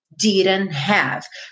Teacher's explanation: E o último T, como uma consoante oclusiva, eu tenho a opção de deixá-la quase muda ou realmente muda, e aqui eu já juntei o N no have